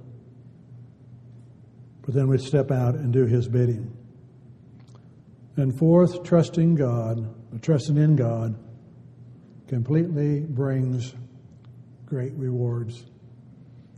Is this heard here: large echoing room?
yes